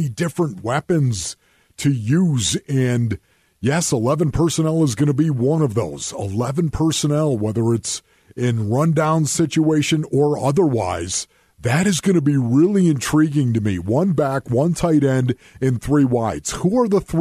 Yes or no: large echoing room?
no